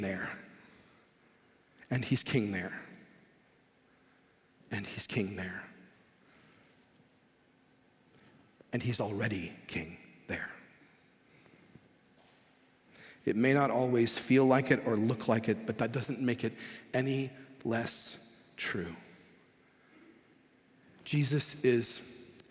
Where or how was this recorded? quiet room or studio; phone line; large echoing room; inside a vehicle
large echoing room